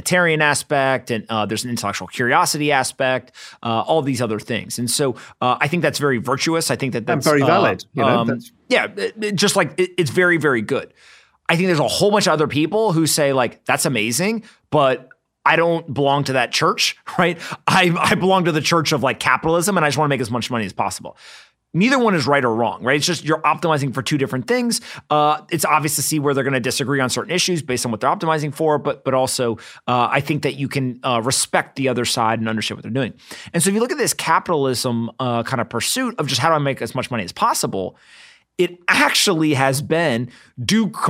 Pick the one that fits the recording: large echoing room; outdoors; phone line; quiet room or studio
quiet room or studio